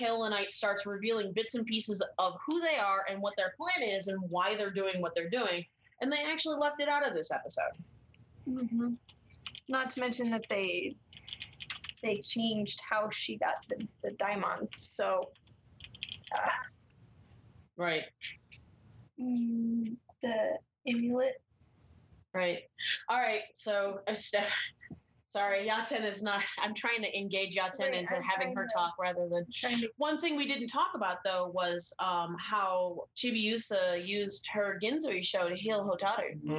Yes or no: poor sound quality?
yes